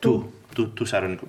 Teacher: sometimes that our T has a tendency to be a D in the speaking